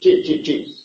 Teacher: Es casi como una che. Es mucho más aguda acústicamente. · Term: la chichante